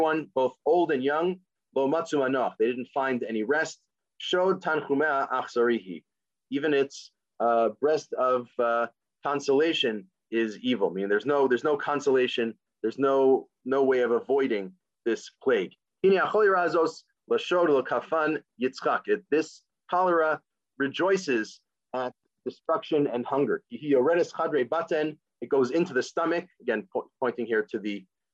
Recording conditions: video call